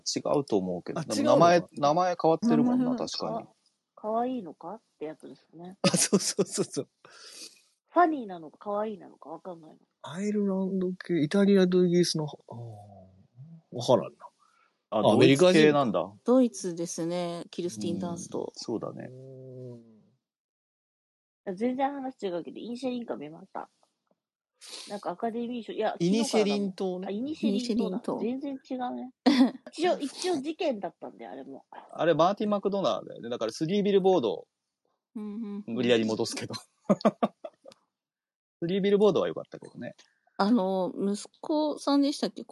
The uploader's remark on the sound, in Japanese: この配信は、2023年1月にスペースで収録した音源を編集したものです。生活音とかノイズとかふとしたネタバレとか、色々ごめんなさい。